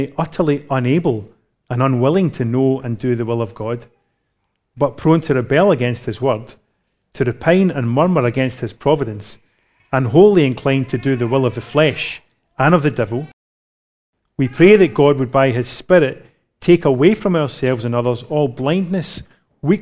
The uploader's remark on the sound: Recorded live at Grace Community Bible Church.